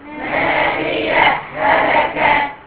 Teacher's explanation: الهاءين بقوا هاء واحدة مشددة